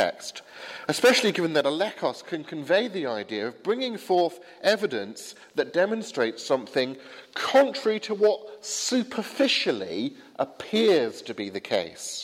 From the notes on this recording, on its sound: preached at the 8 am service at Highfield Church, Southampton